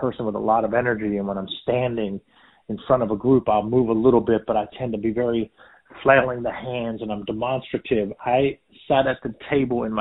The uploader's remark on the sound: a quick phone interview